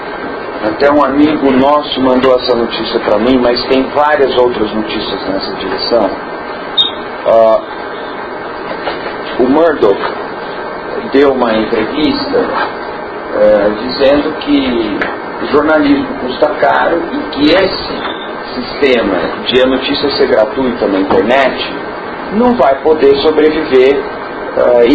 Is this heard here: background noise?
yes